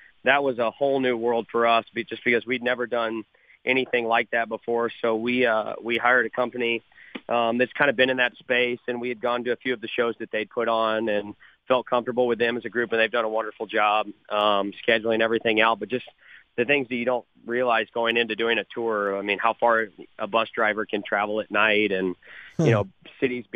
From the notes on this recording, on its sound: called in to the show today